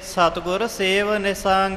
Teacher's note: ਇਹ ਖਿਆਲ ਰੱਖਣਾ ਕਿ ਸੇਵਨ ਨਾ ਬਣ ਜਾਵੇ ਅੱਗੇ ਨੰਨਾ ਜਿਹੜਾ ਹੈ ਉਹ ਨਿਸੰਗ ਦੇ ਨਾਲ ਹੀ ਜੋੜਨਾ ਹੈ